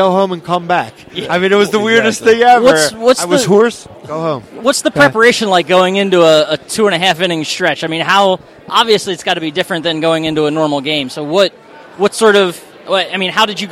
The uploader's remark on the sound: live on … Sports from the Philadelphia Sports Hall of Fame Induction Dinner on November 3rd at the Hilton Hotel in Bala Cynwyd